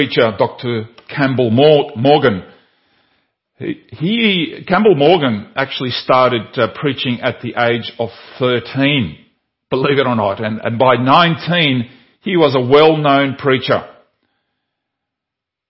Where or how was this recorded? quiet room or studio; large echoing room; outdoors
large echoing room